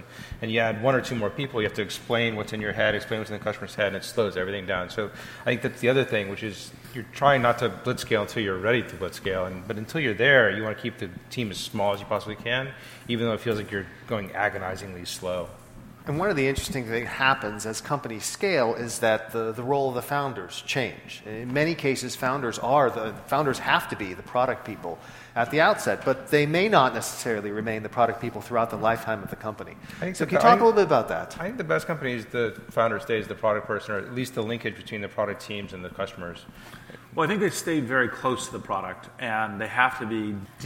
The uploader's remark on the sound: This Greymatter episode is a fireside chat that took place at Greyscale, an event for tech founders hosted by Greylock Partners.